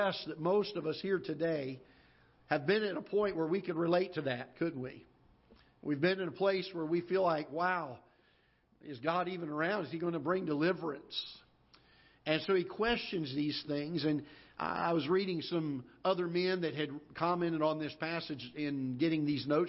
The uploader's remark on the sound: Ketha Heights Baptist Church ~ Live Broadcast